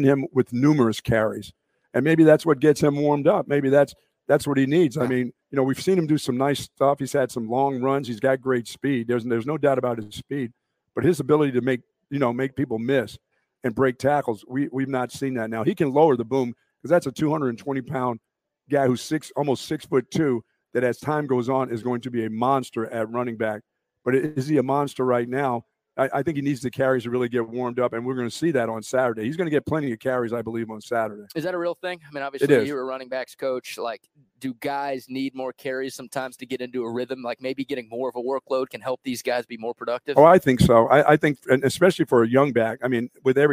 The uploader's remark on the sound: LIVE from the brand new Academy in Hutto!